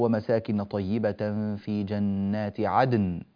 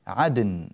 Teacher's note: عدن هذه الدال مقلقلة وبعدها نون ساكنة، فالدال ساكنة مقلقلة والنون ساكنة، إذن اجتمع في النطق ساكنان هنا، ولا يجوز اجتماع الساكنين